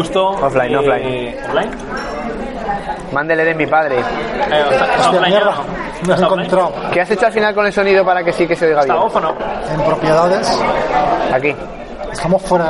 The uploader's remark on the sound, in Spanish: Desde el Tarantin Chiflado, reunidos para comer y dialogar en directo con todo aquel que aparezca.